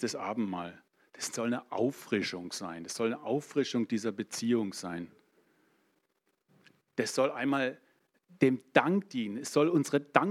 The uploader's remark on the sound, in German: In der Gemeinde Kaleo Schopfheim aufgenommen.